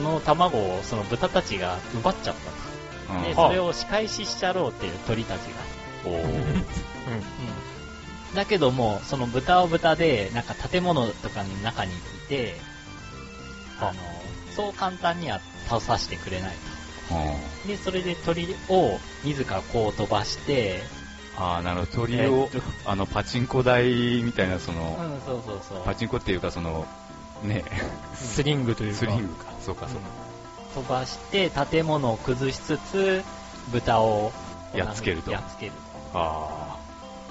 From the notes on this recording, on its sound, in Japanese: 音のチューニングが上手く行かず音質が悪いです